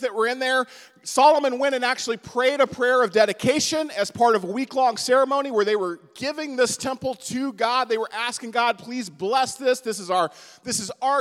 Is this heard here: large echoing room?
yes